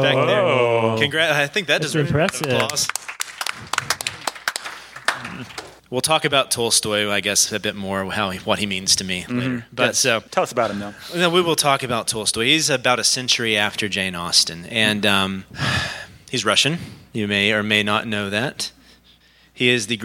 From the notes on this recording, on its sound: Bookening Live Show! Our heroes got to do their first live show as a fundraiser for Charis Classical Academy in Madison, WI , hosted by Red Village Church.